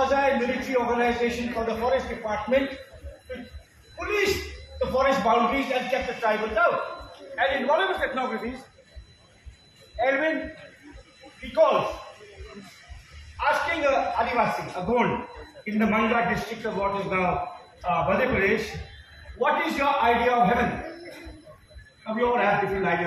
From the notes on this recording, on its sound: Delivered an extraordinary speech in the Bangalore Literary Festival. It was shot by me using my Vivo phone without additional professional equipment.